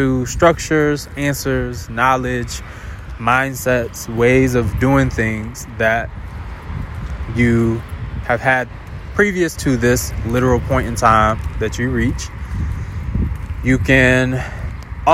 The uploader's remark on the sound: Today I decided to walk and talk